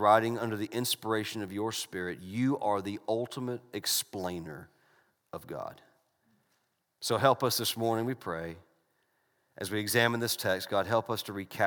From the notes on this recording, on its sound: This message was delivered during the Sunday morning gathered worship service in December 2019 at Covenant Baptist Church, Valdosta, Georgia.